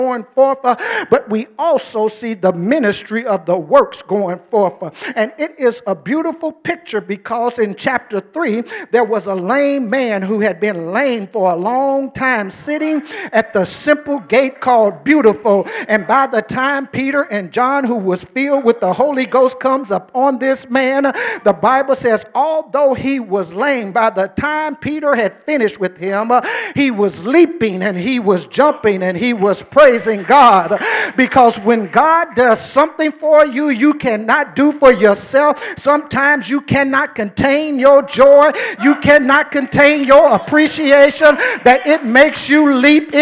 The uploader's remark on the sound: during our First Sunday Night Fellowship